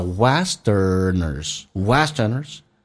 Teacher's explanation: 这个单词那个 T 发成 D